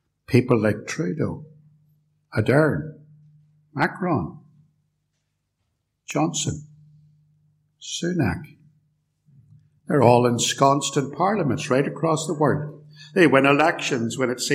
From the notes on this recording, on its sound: A lecture recorded live at Templepatrick Reformed Church and used with their kind permission.